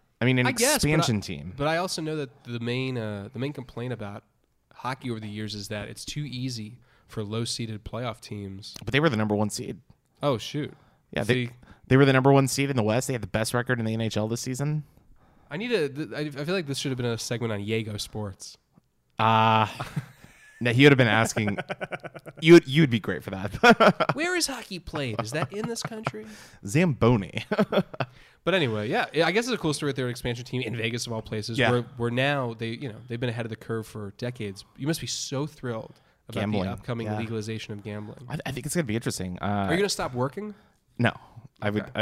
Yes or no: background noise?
no